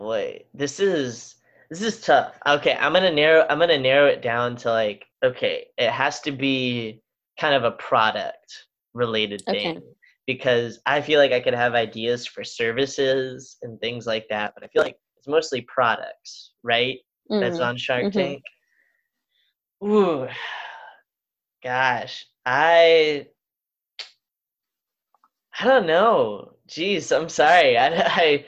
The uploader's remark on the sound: We did this over Zoom and my connection was not the best, plus I don't have a real microphone, so the audio may a little off.